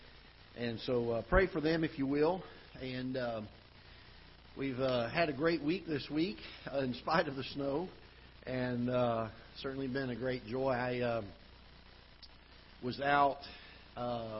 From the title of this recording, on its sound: Ketha Heights Baptist Church ~ Live Broadcast